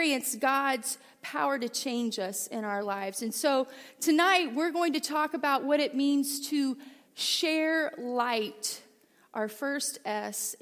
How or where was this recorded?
large echoing room